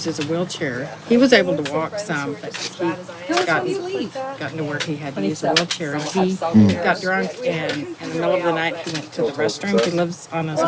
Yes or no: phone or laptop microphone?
yes